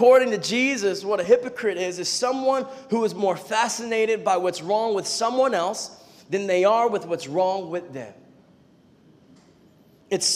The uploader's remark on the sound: preached this message on July 9th at our Union Square community.